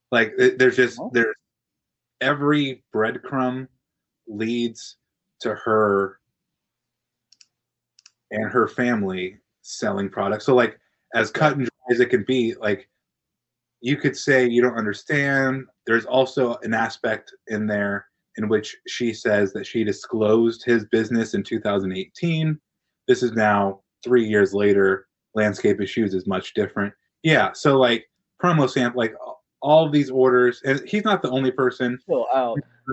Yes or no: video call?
yes